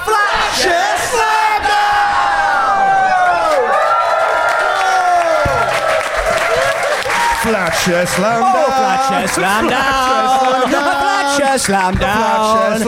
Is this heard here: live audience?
yes